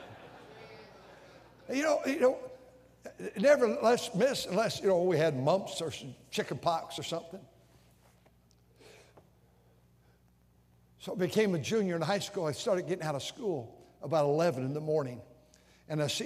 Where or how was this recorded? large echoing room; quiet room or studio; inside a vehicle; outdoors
large echoing room